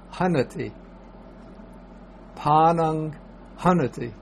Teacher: the N without any mark under it is pronounced by putting the tongue against the teeth